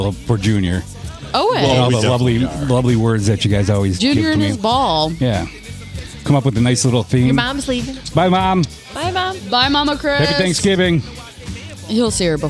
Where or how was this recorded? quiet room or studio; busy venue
busy venue